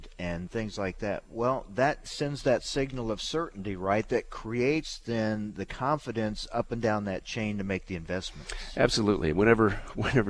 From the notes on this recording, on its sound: from the National Biodiesel Conference in San Diego